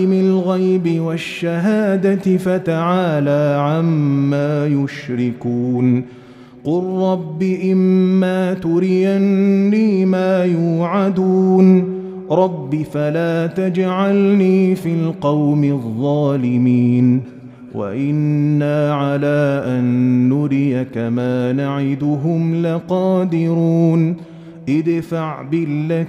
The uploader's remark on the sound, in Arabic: مسجل من صلاة التراويح بمسجد السلام بحي مشرفة بجدة.